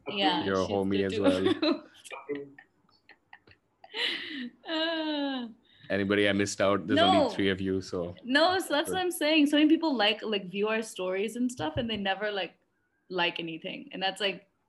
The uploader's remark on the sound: A zoom-side chat